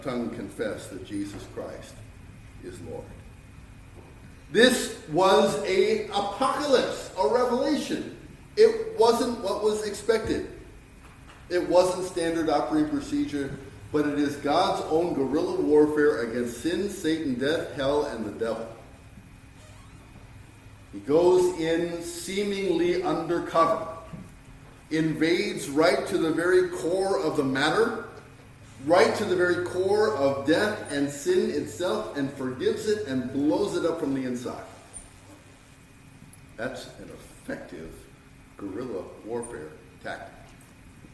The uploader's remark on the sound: Sermon preached on 12-24-2023